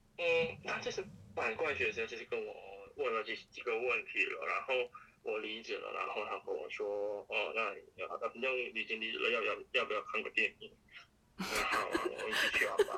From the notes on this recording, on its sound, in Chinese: 遠端通話錄音，音質不佳請見諒